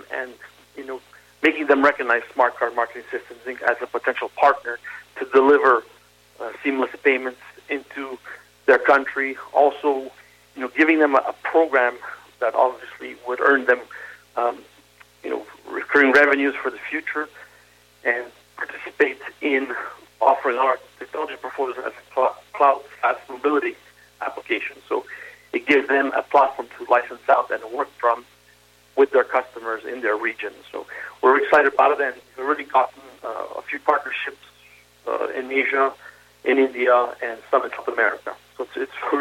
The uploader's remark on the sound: SmallCapVoice Interview. Called.